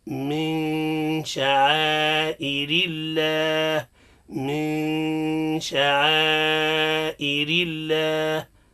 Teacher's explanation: النون من لفظ من عند شين من شعائر، هذه حكمها الإخفاء مع الغنة